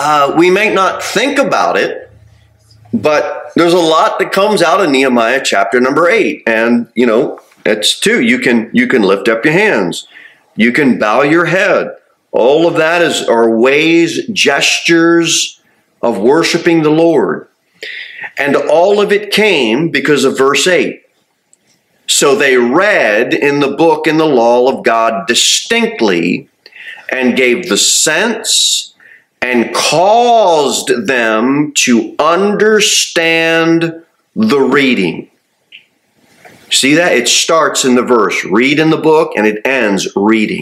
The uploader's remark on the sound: Sermon delivered at Pilgrim Baptist Church on Thursday, December 14, 2023, at 6-15 pm. Jere Whitson Rd. Cookeville, TN 38501.